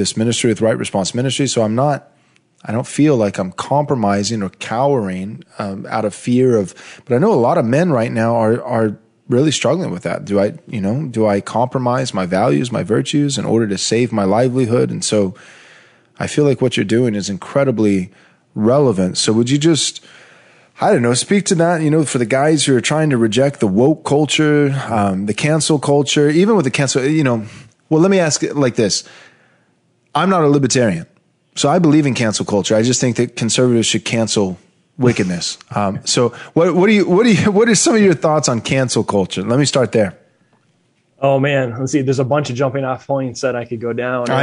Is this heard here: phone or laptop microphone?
no